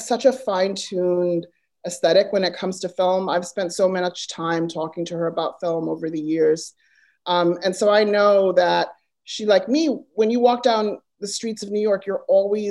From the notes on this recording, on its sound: virtual Q&A